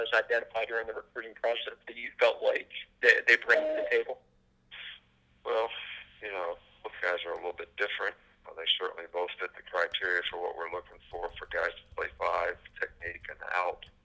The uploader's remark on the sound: SEC Teleconference